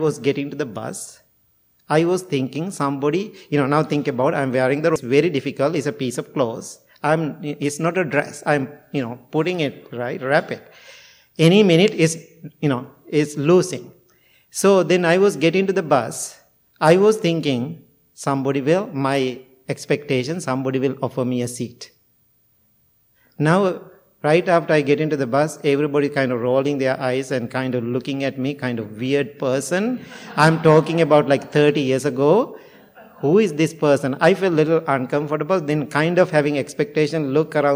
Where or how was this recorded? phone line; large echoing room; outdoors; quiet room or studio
large echoing room